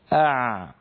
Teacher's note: مثلا نقول هكذا أع، رأيتم كيف رجع لسان المزمار أع، فهكذا لما يرجع لسان المزمار يتضيق المخرج فيخرج صوت العين الفصيحة سواء كان ساكنا أو متحركا